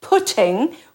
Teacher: the old fogies in Ireland will say putting, which is an affricated T, a slit T